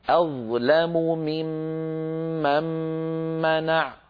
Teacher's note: توالى في النطق بسبب الإدغامات ست ميمات حرف الميم تكرر ست مرات متتالية لا يفصل بين هذه الميمات الست حرف آخر ولا حرف مد